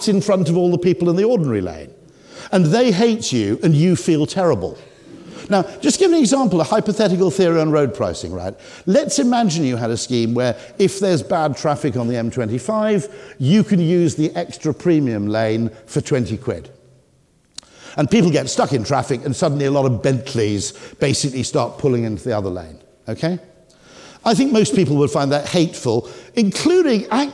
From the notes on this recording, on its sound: The leading behavioural scientist and commentator gave the keynote speech at the JCT Traffic Signals Symposium, and you’ll hear some of what he had to say today.